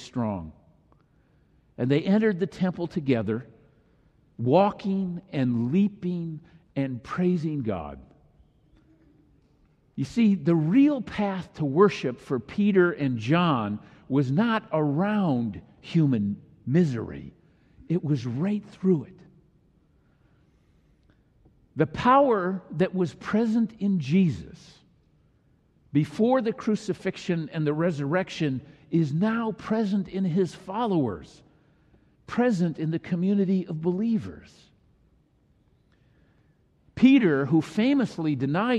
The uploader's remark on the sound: delivered during the Traditional Worship service.